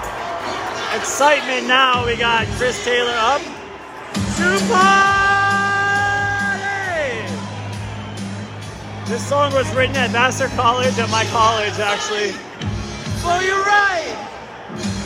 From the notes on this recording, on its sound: LIVE from the NL Wild Card Game. Seventh inning stretch time here at Chavez Ravine as the MLB #postseason kicks off in the National League.